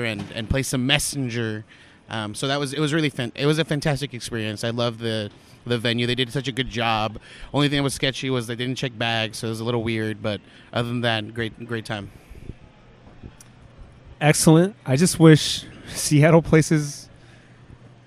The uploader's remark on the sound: We talk about our day at the convention Sunday before we go to head back to SoCal! We convened at the airport to record this last bit of PAX podcasting!